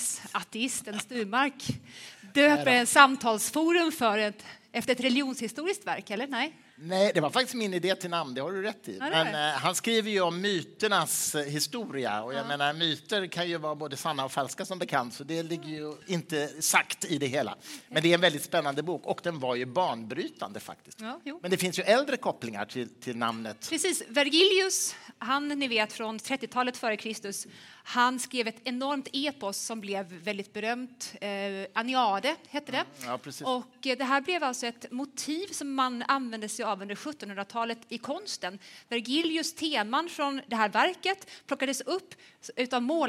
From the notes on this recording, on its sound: Live talkshow. Cirkus.